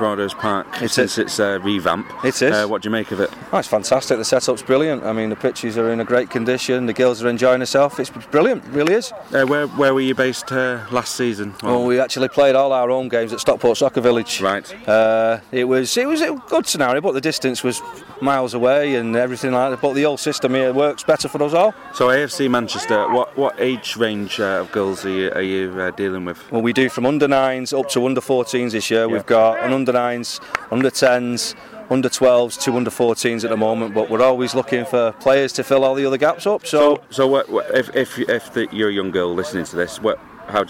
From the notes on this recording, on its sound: A special podcast recorded on the first weekend of the season, as Moston Juniors and AFC Manchester took to the field for the first time at the newly revamped Ronald Johnson Playing Field at Broadhurst Park in Moston.